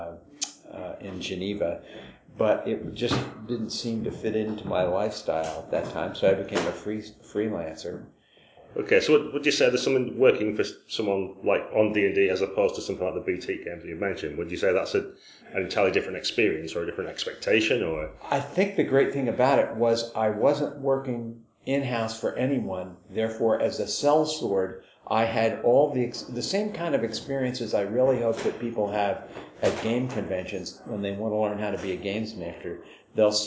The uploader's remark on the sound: We recorded live where we could and as a result incidental sounds intrude. At The Kraken. Splashed out on a new recording device.